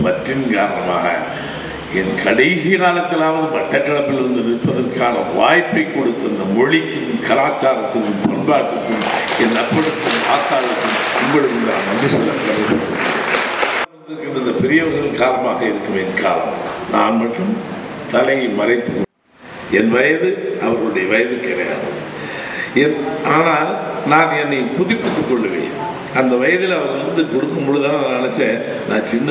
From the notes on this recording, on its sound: Speech at Batticaloa event.